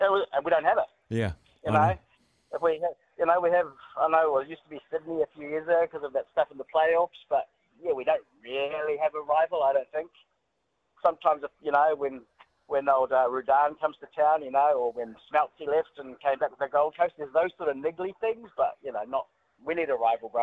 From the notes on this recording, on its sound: hits the phone and text lines to discuss with listeners